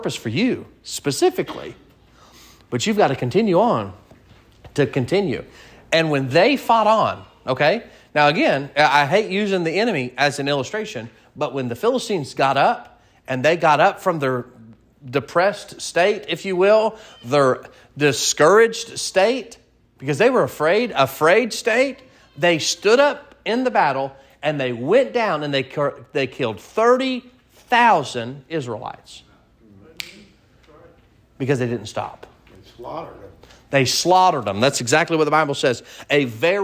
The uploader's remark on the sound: Sermon preached at Mid County Baptist Church